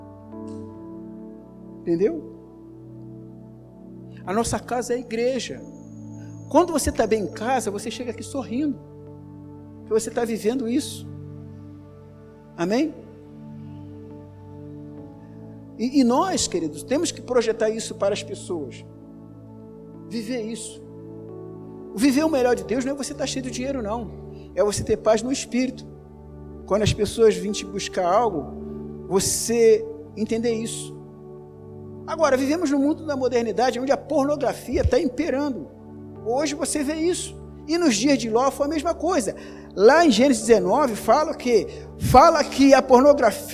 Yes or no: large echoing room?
yes